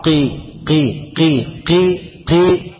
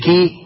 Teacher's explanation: خلي بالك بالحق كسر القاف نزل التفخيم بتاعها · Shown in: first take · بس ما تقولهاش بالحق ماشي، بالحق قي قي قي قي مش كي ماشي، خلي بالك عشان المعنى يتغير معاك.